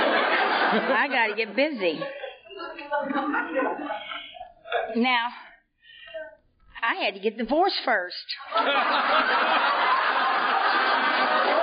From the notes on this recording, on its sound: tells her story at the 20th Annual Area 29 Fall Conference held in Maryland in October of 2004